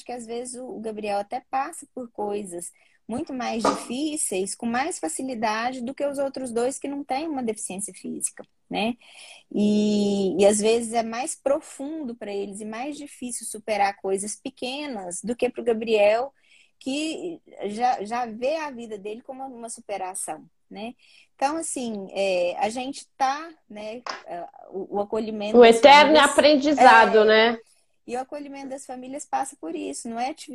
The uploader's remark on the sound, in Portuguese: Esse podcast foi retirado da Live no Instagram do Grupo Mulheres do Brasil Santos